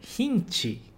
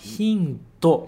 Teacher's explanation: O que o brasileiro falaria com som de i, o japonês fala com som de u ou som de o no lugar do i.